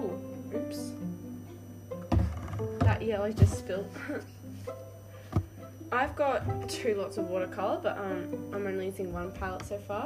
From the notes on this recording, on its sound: That strange humming noise in the background? I do not know what that is!?